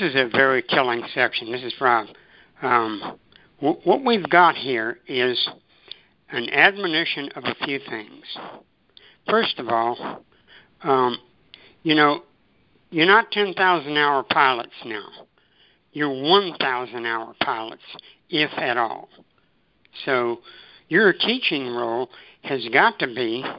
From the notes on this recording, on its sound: ACIM Daily Conference Call